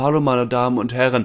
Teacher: Viel zu viel Atem verlässt den Körper und deswegen kommt kein prägnanter, resonanzreicher, kräftiger Stimmklang zustande, sondern die Stimme klingt ja sehr dünn, wenig gerichtet, verhaucht und einfach wenig resonanzreich · Term: Das gehauchte